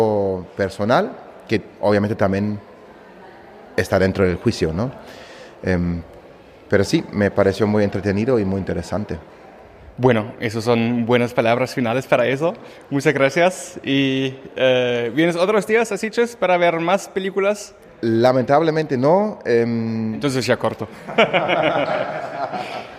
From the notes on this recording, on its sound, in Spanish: Está grabado en un pasillo del Hotel Meliá de Sitges, el centro neurálgico del Festival de Cine Fantástico.